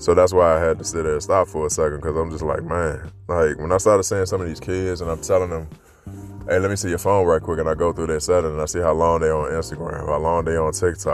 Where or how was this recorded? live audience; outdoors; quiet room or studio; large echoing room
outdoors